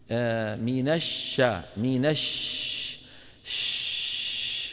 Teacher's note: الشين فيها رخاوة يعني جريان الصوت، فيها همس. حط يدك هنا قول ما تجد تحت يدك اهتزاز، الاهتزاز جهر، عدم الاهتزاز همس، انتبهنا.